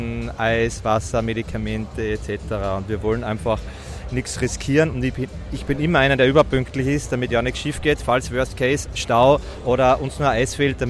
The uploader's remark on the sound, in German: Live auf der Cage Fight Series in Wiener Neustadt